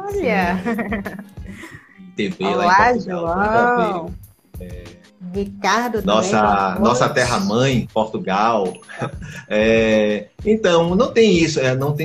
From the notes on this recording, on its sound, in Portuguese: Áudio da minha participação como convidado em live do maravilhoso projeto GEPICE.